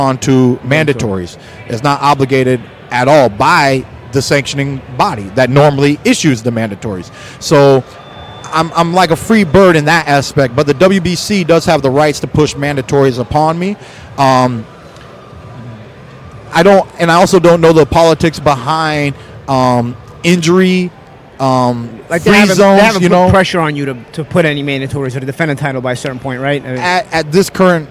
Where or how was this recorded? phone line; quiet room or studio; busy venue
busy venue